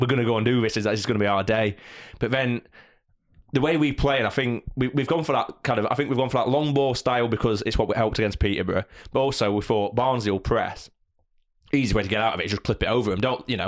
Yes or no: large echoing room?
no